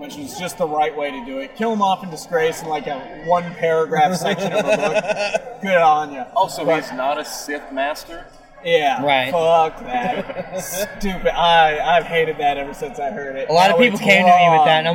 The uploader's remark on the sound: As the Official Podcast of Tricon 2018, we thought it appropriate to do the show LIVE from the convention floor! Chat with some cosplayers.